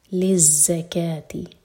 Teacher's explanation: زا پر buzzing sound, اور للزکاتی کیف پر فتحہ، ساتھ میں ہے الف، الف کے نیچے جو وا ہے وہ نہیں پڑھا جائے گا.